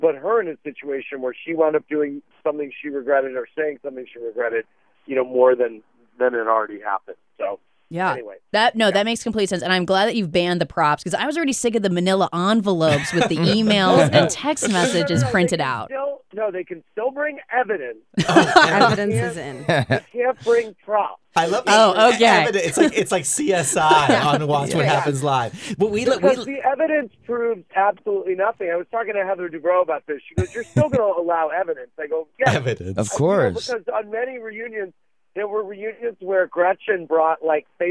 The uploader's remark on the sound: calls in to say hi